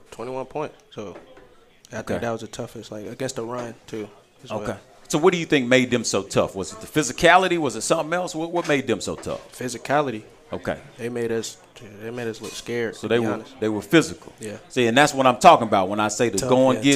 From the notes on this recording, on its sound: live from Monte De Rei Mexican Restaurant in Kernersville